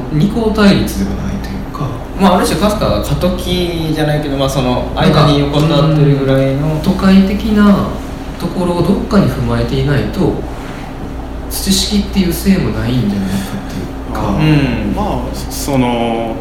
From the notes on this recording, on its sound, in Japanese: トークイベント（恵文社一乗寺店）の音声